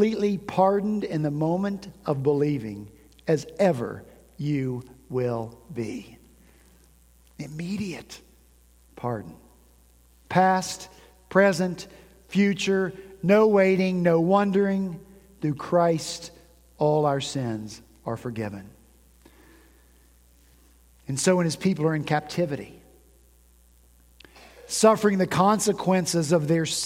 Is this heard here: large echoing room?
yes